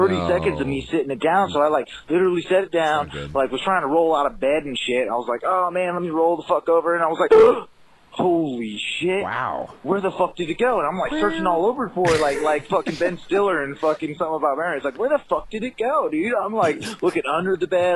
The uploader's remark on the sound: Phone calls.